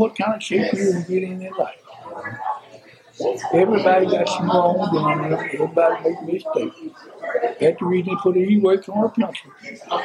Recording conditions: background noise